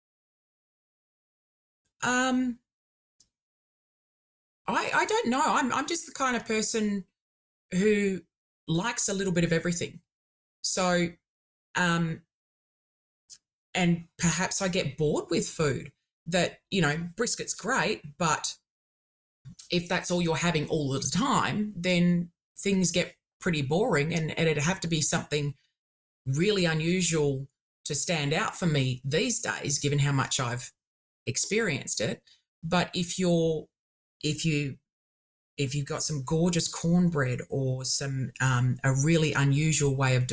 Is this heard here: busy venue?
no